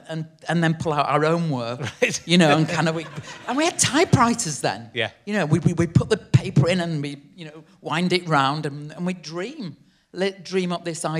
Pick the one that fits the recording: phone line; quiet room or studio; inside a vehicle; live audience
live audience